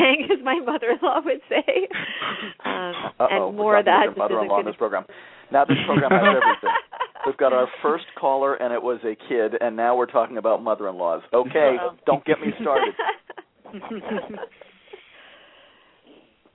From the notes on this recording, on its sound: a student called into the program